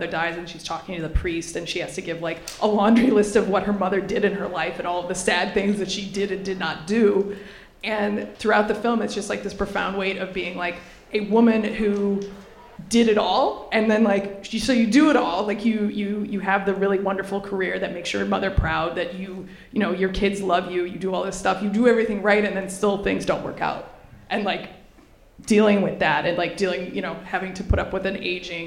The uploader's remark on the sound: NYFF 2016 Live Roundtable. The fanfare of the 54th New York Film Festival may have officially wrapped on Saturday. As part of an aptly named "Festival Wrap" free talk, several of Film Comment's frequent contributors and editors recently came together before a live audience.